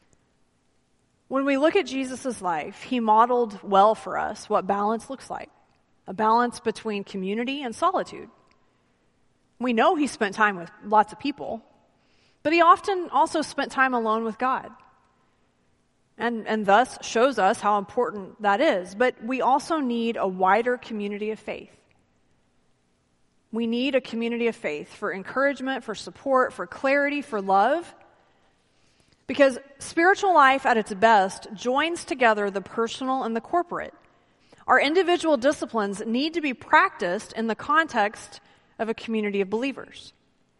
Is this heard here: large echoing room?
yes